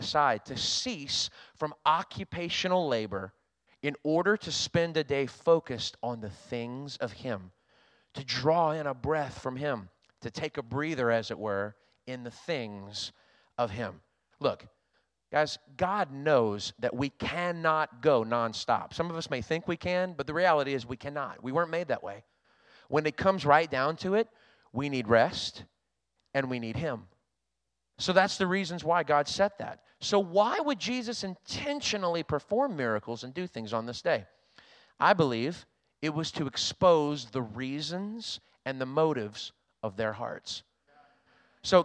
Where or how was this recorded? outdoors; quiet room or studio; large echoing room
large echoing room